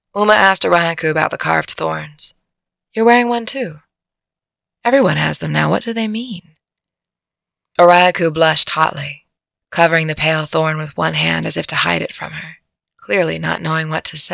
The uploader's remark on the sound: I recorded this one in our skoolie, so the audio sounds a bit different... We're on the road again!